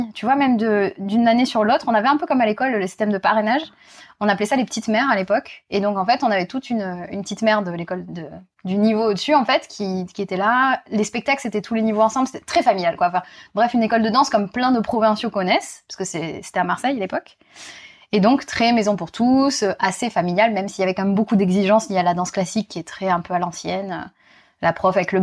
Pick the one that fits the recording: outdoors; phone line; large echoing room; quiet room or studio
quiet room or studio